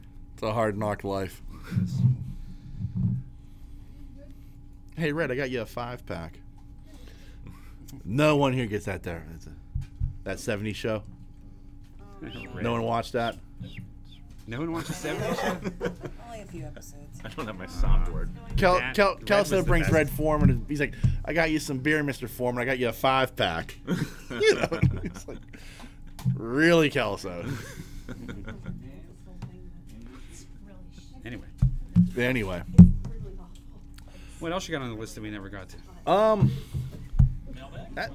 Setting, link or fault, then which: setting, busy venue